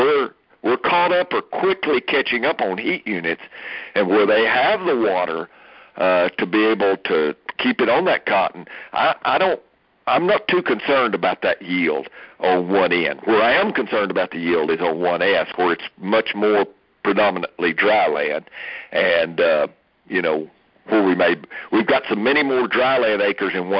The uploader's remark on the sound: Aug 2019 Monthly Conference Call